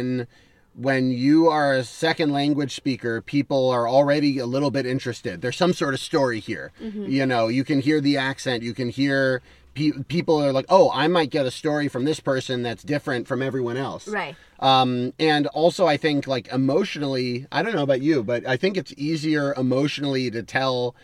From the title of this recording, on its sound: Cat Jam In The Car